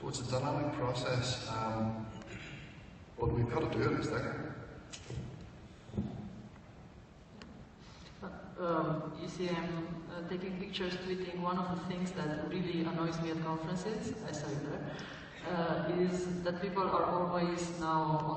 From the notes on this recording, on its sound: Presentation on October 23, 2015 at Wonca Europe Conference in Istanbul, Turkey